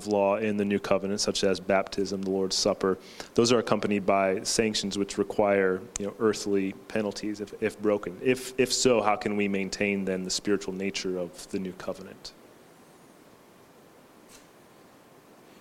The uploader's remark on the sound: This panel discussion was held on December 6, 2019 at the Founders "The Law and The Gospel" national conference in Cape Coral, Florida.